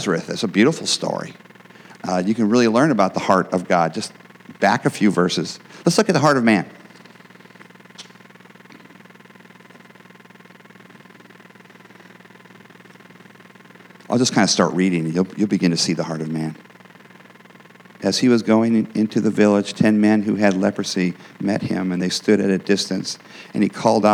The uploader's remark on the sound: the gospel preached at our church on Sunday